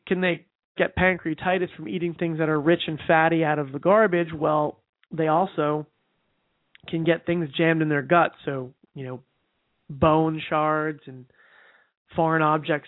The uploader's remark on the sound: We also have one e-mail question to address live on the air, and with our new live format, we will be taking live calls as well.